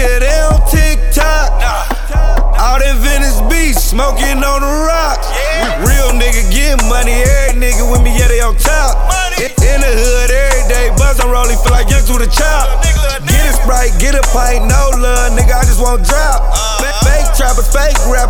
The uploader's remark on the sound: The Nerve DJs 13th Anniversary LIVE from the City Of Champions CLEVELAND October 15.